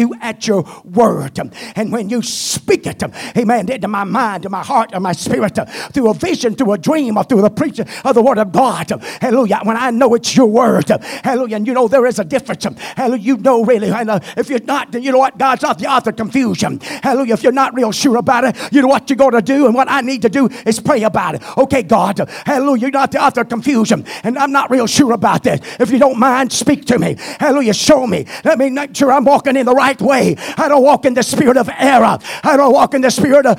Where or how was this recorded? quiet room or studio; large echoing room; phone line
large echoing room